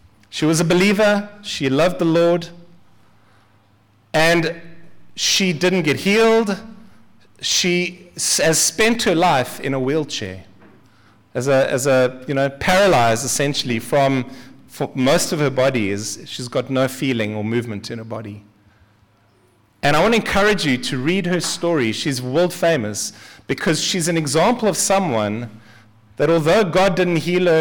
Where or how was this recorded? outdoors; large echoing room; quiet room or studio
large echoing room